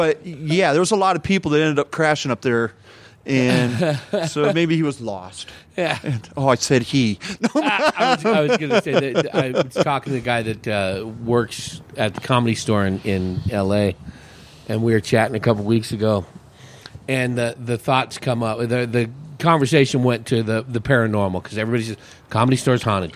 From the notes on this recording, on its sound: This episode was recorded at & brought to you by Big Daddy E’s BBQ & Catering. This episode was recorded at & brought to you by Big Daddy E’s BBQ & Catering.